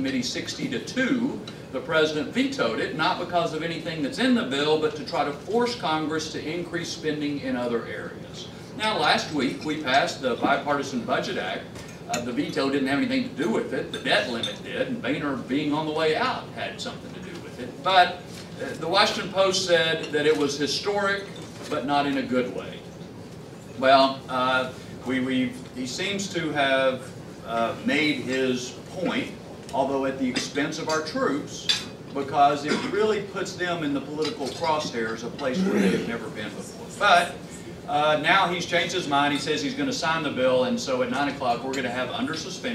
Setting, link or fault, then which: setting, live audience